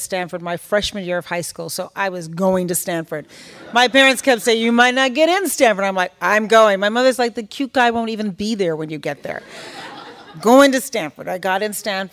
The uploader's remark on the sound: a live taping of “The Axe Files” at the University of Chicago.